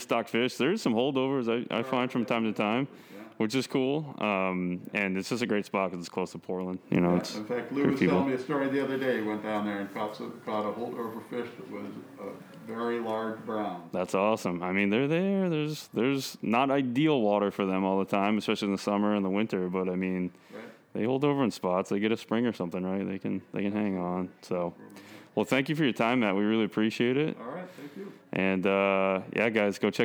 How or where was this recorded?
busy venue